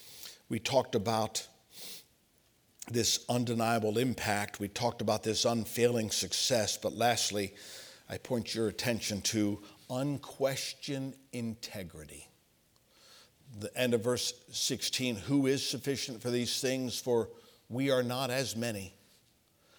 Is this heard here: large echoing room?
yes